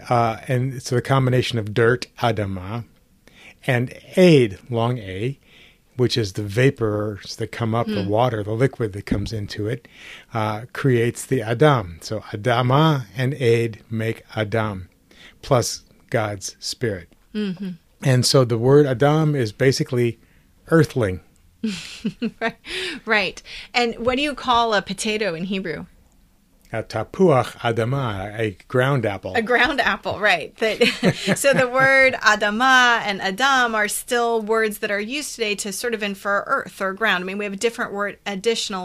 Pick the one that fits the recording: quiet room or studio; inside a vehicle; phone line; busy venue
quiet room or studio